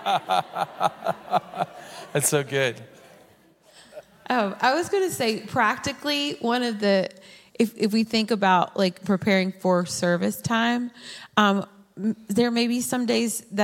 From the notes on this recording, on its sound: Recorded at Hope Church in Springfield, MO.